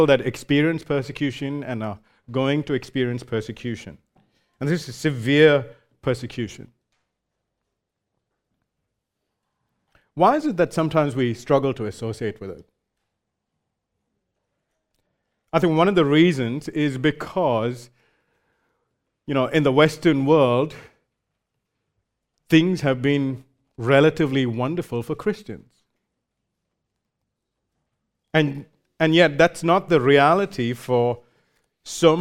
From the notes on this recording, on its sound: recorded live at Grace Community Bible Church